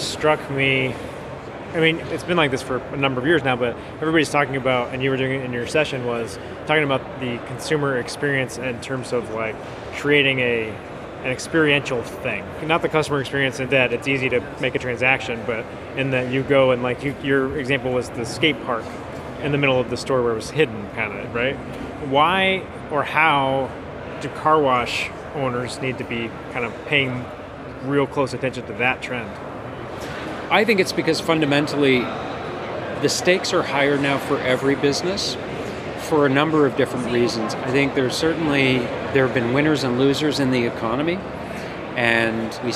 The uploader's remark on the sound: An audio interview recorded outside The Car Wash Show trade show floor.